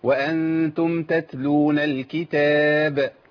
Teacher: التاء بتخرج منين؟ من طرف اللسان مع اصول الثنايا